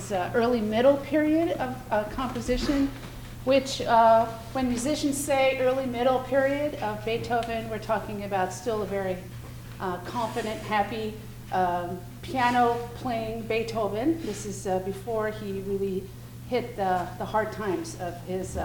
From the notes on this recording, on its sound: Perform in the ballroom of the Phelps Mansion Museum as part of the …'s Beethoven Project.